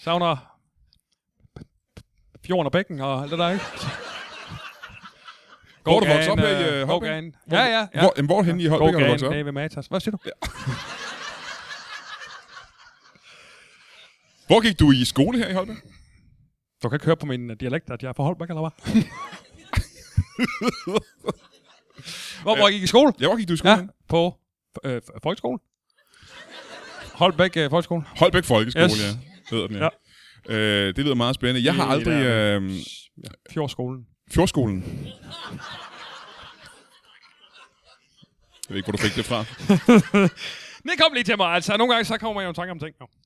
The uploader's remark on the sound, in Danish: LIVE fra Holbæk